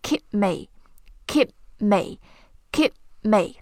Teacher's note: 那个 p 不发了，不是 keepme，是 keep me, keep.把这个音停出来，顿一下。